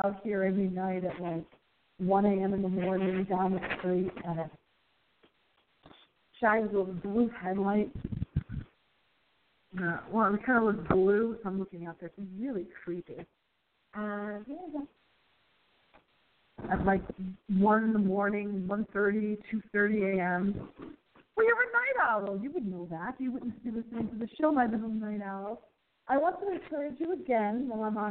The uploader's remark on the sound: We do a test show to test our phone audio quality.